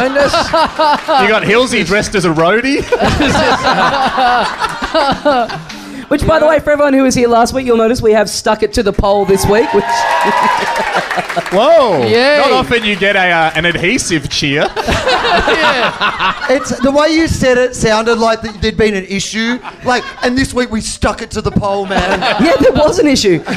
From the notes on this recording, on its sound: Recorded LIVE at The Joint on April 19, 2015.